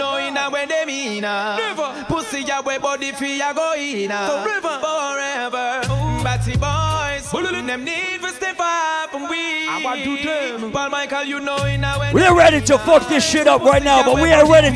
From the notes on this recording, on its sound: LIVE AT CLUB DUBAI IN QUEENS NYC ON JULY 31st